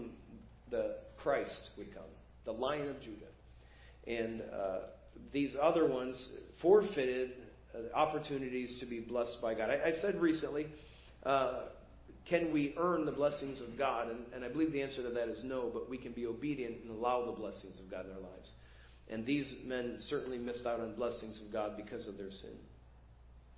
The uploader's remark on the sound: Preached at First Baptist Church of Hazel Park